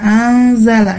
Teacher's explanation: Ini anzala itu adalah ikhfa hakiki di mana nun sukun itu bertemu dengan huruf zai, ya. Dibacanya itu samar-samar dengan disertai dengungan.